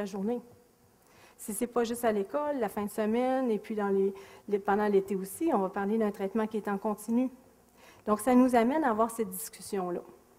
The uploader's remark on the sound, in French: Extrait de la conférence. Au cégep de Sainte-Foy.